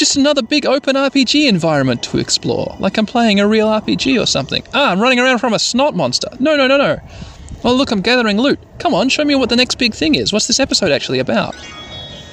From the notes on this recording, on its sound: Sorry about the wind noises.